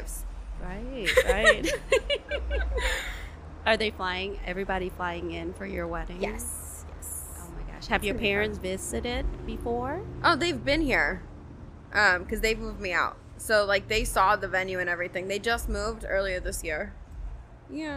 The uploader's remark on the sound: In this special episode, recorded live at Jackpot Bar & Grill in Las Vegas, NV.